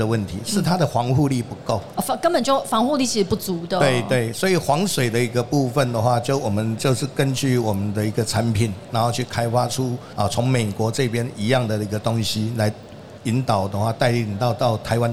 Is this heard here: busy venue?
yes